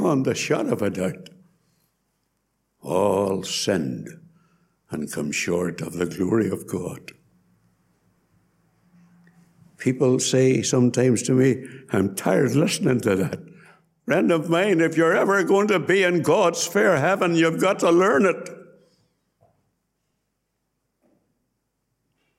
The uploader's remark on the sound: Gospel Audio from Ballyclare Gospel Hall